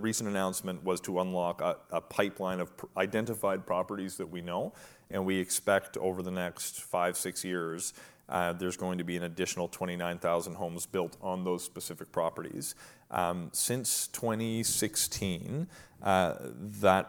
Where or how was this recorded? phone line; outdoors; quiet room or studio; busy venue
busy venue